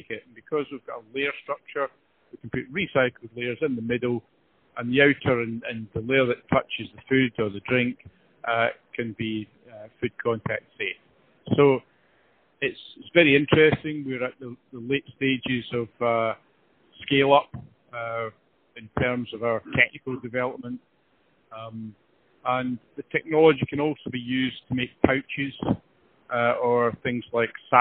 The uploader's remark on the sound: he was at a trade show in Germany, so the mobile phone signal wasn’t ideal